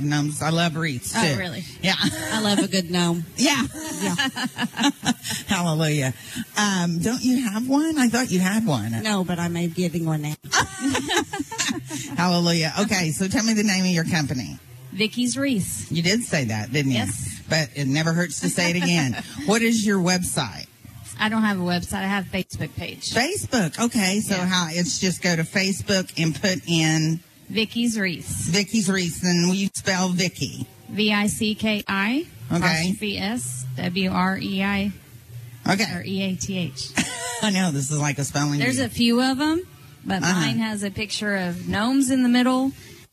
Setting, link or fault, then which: setting, busy venue